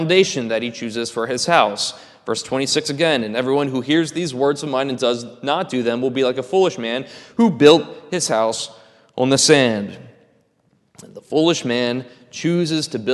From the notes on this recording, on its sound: This is a sermon recorded at the Lebanon Bible Fellowship Church in Lebanon, PA during the evening worship service.